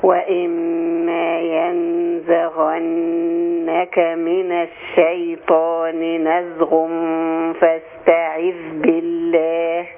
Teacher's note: الغين حرف مرقق ولا مفخم؟ لا مفخم